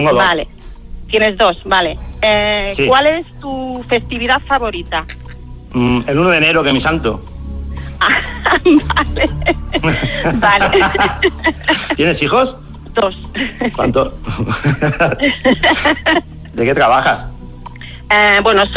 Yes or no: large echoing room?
no